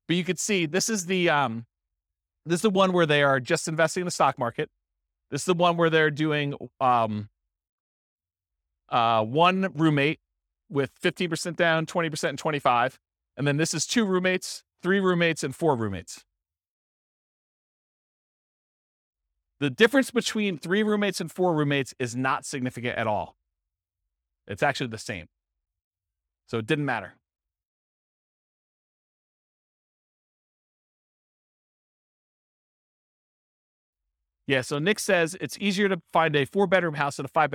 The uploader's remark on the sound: This was a live class recorded